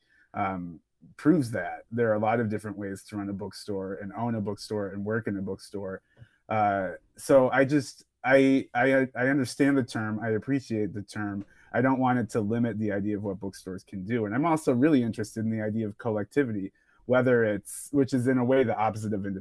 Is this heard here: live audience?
no